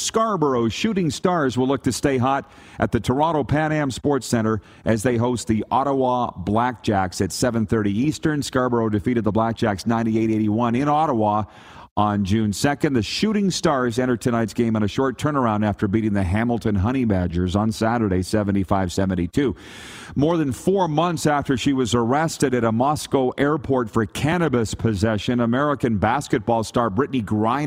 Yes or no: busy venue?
yes